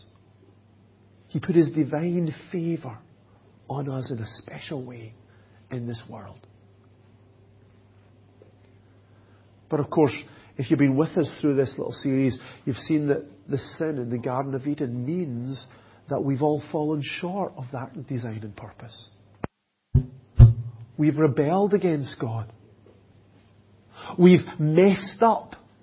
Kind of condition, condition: setting, large echoing room